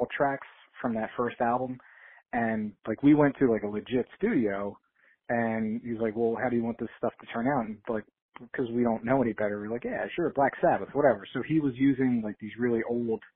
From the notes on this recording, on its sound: called in to chat